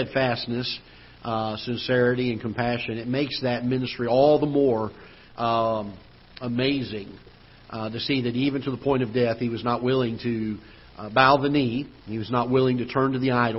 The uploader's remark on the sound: Ketha Heights Baptist Church ~ Live Broadcast